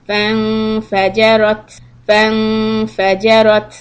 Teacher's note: And with the ta sukoon, give a little bit of the air out.